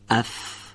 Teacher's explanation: هنگام تولید این حرف تارهای صوتی رو به ارتعاش در نیارید. فاصله بین سقف و سطح دهان رو کم کنید تا حرف فا نازک تلفظ بشه. · حرف فا رو از برخورد تری لبه پایین به لبه دندانهای پیشین بالا به تلفظ در بیارید. هوا رو از محل برخورد تری لبه پایین و لبه دندانهای پیشین بالا به طور سایشی خارج کنید.